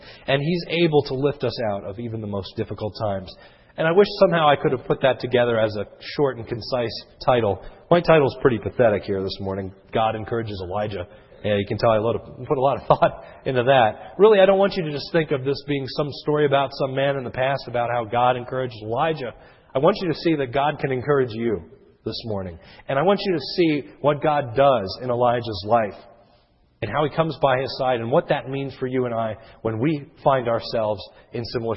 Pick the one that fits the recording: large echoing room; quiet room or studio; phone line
large echoing room